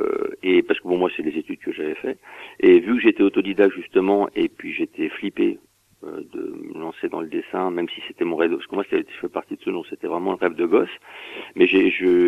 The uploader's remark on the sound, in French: qui reçoit par téléphone